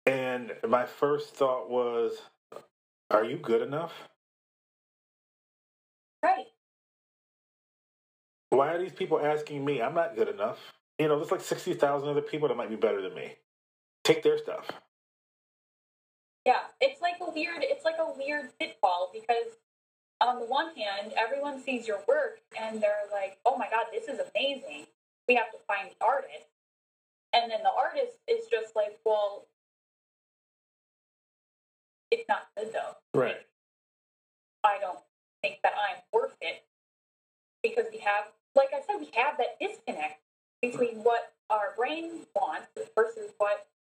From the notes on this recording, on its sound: Sorry still working on audio quality.